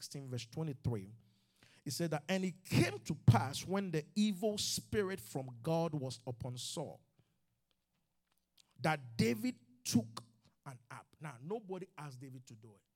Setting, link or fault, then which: setting, live audience